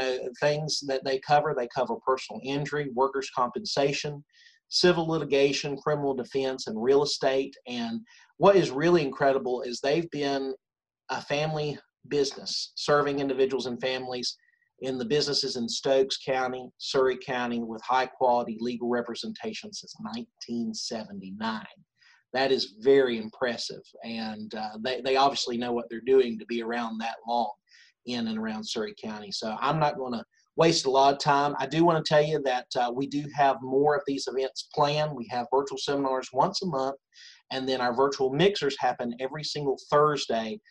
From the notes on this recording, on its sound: This episode was originally recorded as a Virtual Seminar on January 12, 2021.